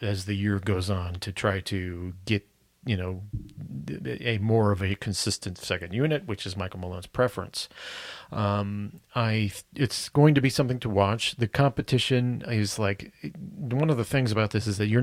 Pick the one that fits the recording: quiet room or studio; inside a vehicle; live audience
quiet room or studio